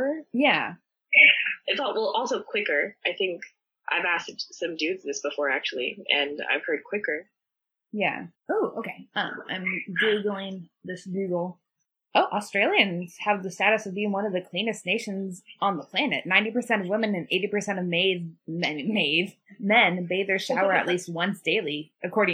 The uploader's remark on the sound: the audio is a little wonky